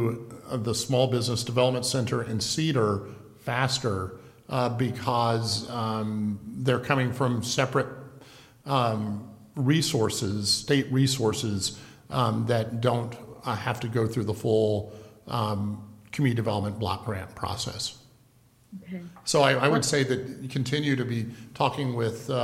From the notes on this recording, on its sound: Live recording of the Astoria City Council meeting, June 1, 2020.